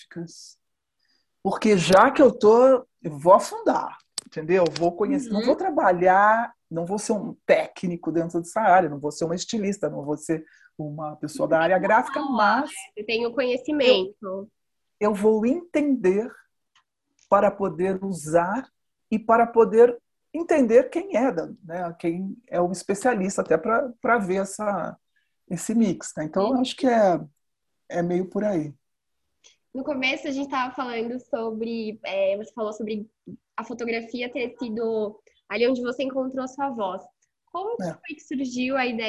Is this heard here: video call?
yes